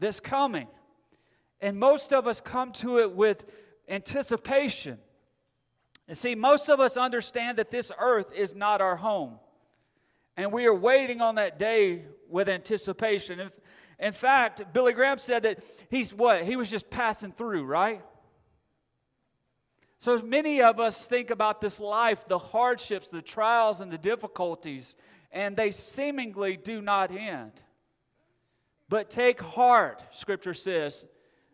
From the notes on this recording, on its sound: Recorded Sunday Morning, August 28, 2022 at Friendship Baptist Church